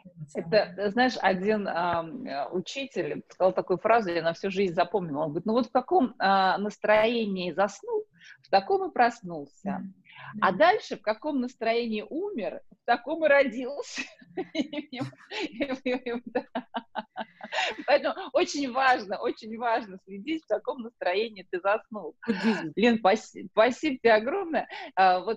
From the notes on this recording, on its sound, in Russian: Запись «карантинная» - через zoom. Запись «карантинная» - через zoom.